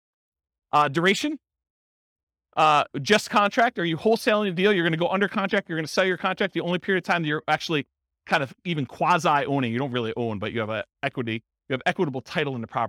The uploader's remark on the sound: This was a live class recorded